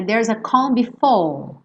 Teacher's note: Os R's dele, às vezes, soam um pouco como o R britânico